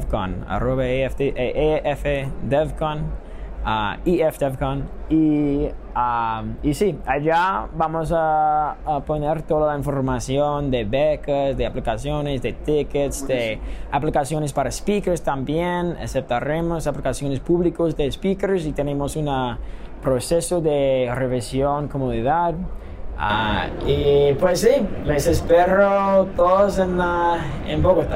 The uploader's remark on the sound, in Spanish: En este episodio los grabamos en ETH Denver uno de los eventos de cripto más importantes a nivel mundial.